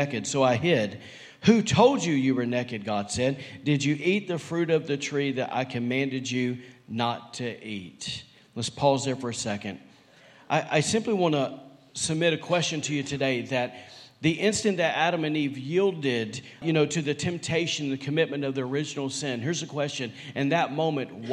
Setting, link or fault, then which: setting, large echoing room